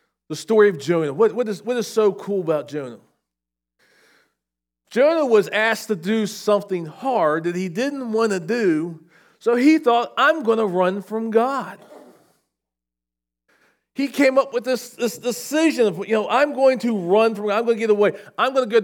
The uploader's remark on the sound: SVBC Morning Service. Recorded at Shenandoah Valley Baptist Church on Feb 11, 2024.